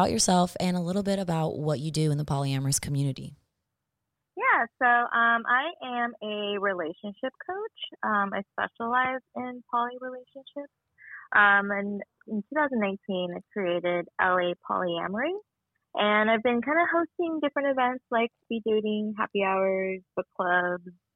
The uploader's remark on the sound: takes our phone call